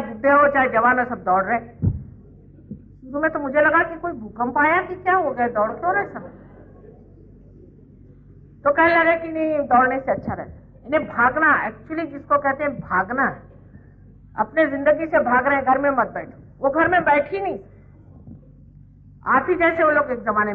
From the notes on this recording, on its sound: Archive audio. Speaking in Hindi at a Sahaja Yoga public program in Delhi, India.